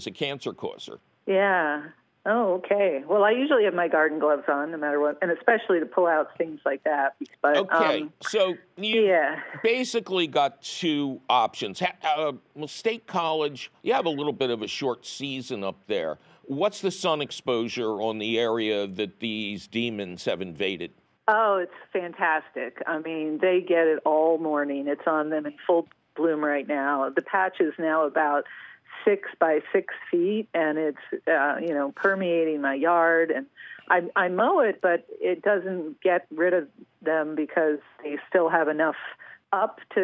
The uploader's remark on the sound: your Fabulous phone calls